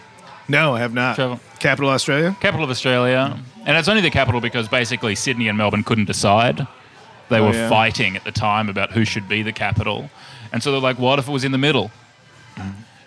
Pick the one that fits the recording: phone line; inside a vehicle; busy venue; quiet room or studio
busy venue